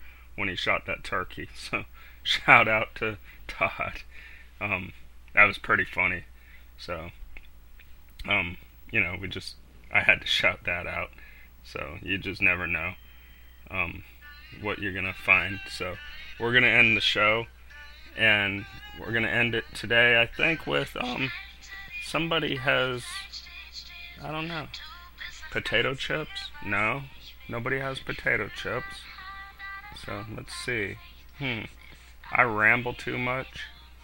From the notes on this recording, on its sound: joins the show via phone